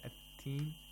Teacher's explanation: And we have a zay or zay in the word zaytun. Teen, the ta has to be pronounced like a plosive, like a stop. And as a result, you don't spend too much time on this letter.